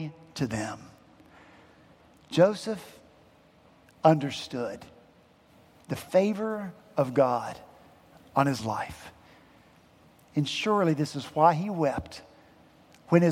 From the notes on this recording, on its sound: At Redeemer Presbyterian Church in Charleston, SC